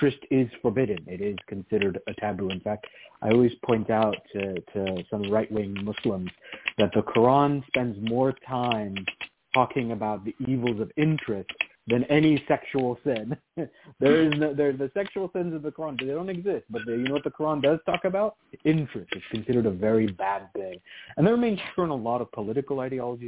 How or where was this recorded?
phone line